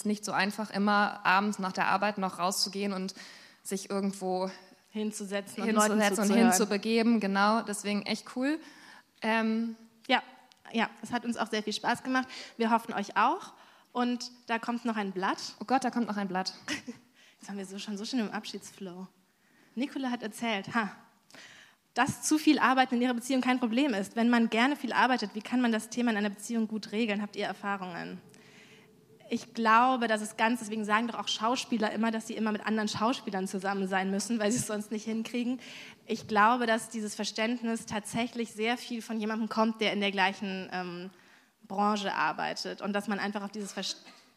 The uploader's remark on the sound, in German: Unser erster Live-Podcast aus dem Timberland Studio Berlin!